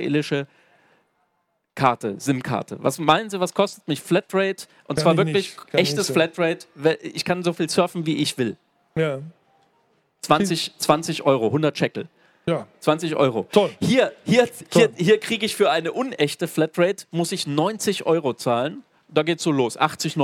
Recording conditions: busy venue